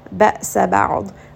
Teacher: Ayn is going to have tawassut, so roll that around in the throat just a little bit, spend a bit of time. And then dad is not a letter of qalqala, so do make sure you don't bounce on this letter.